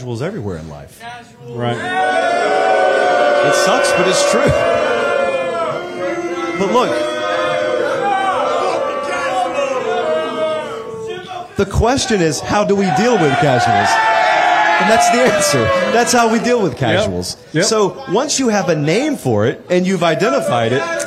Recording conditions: live audience